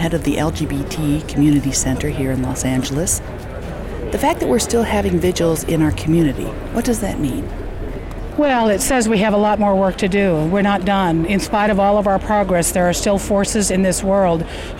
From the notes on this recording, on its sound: With sound and interviews from the vigil at LA City Hall.